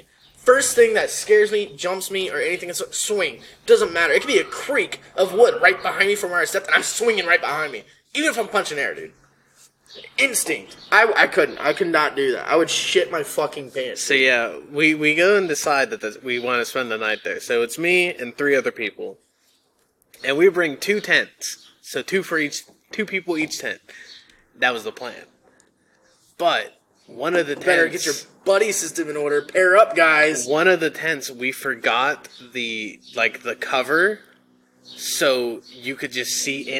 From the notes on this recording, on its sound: at the local park to record this podcast